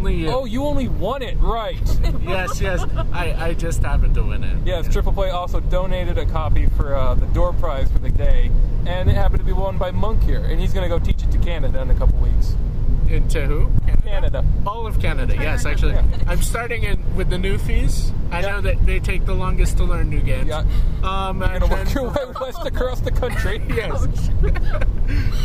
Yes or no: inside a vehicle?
yes